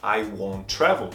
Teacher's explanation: porque o won't termina com T e o travel começa com T. Eu só falo um som.